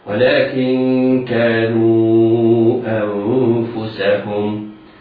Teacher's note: الواو هنا تمد مدا منفصلا لوقوع الهمزة بعدها في كلمة أخرى، وقلنا أن مقدار المد 4 حركات.